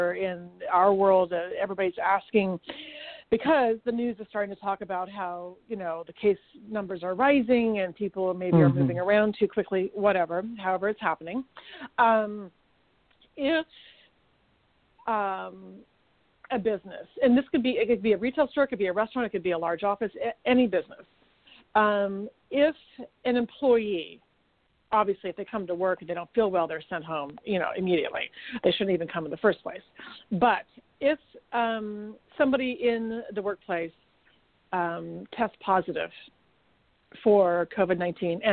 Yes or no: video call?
no